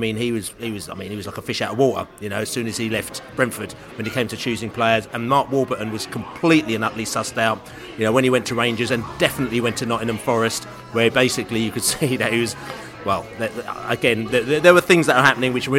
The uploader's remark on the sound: Pre-Match Podcast From The Pub